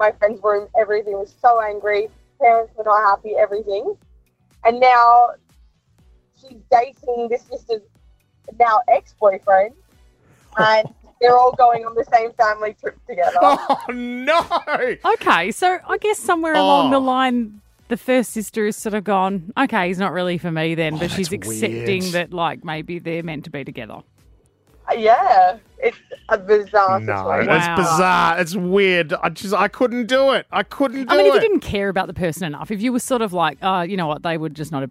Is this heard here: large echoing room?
no